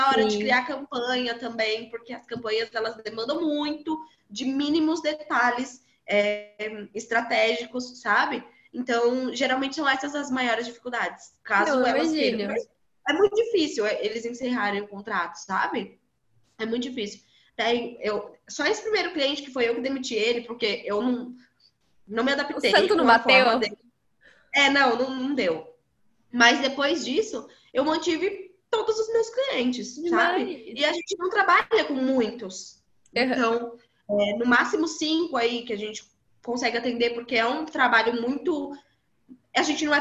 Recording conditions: video call